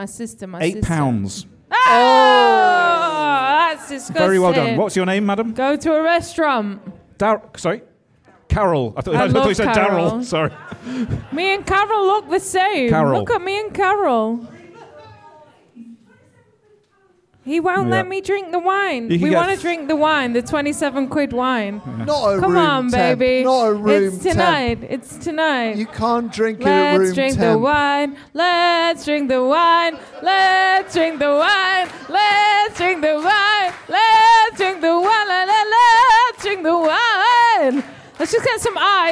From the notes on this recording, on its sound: Having live music at The Moon Under Water has always been a point of contention with our guests. In our final live episode.